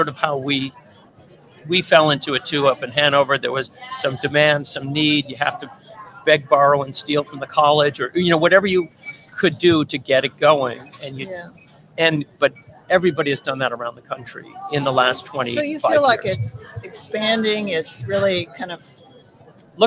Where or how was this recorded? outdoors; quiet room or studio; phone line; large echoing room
outdoors